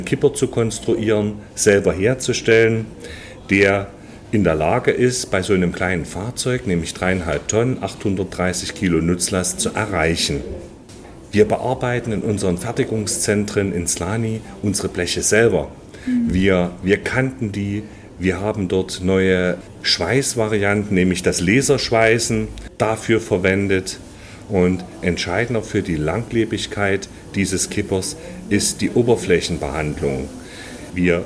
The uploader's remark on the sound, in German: LECTURA ist derzeit auf der Messe NordBau 2023. Unser Live-Gespräch mit Ausstellern.